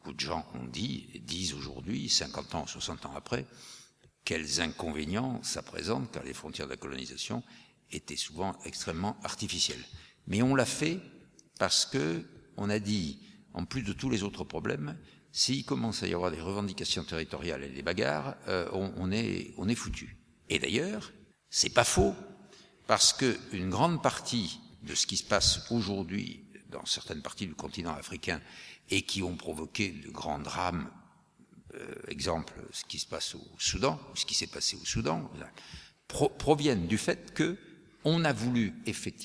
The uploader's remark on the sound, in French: Dans le cadre des Conférences d'Aurore "Comprendre pour mieux agir", écoutez les questions de la salle et la conclusion de la journée. Depuis l'Archipel, à Paris.